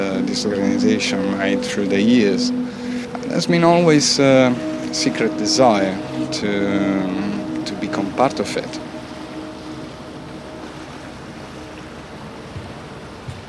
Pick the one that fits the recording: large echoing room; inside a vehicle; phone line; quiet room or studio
inside a vehicle